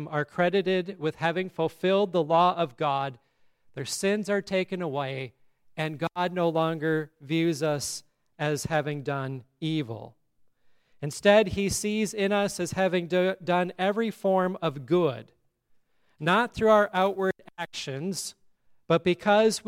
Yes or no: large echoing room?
yes